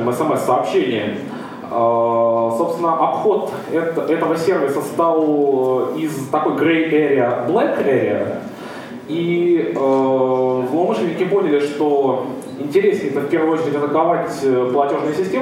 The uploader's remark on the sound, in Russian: ZeroNights 2014 и «Открытая безопасность» представляют аудиозапись докладов с конференции. День 2, Workshop 1, Defensive track.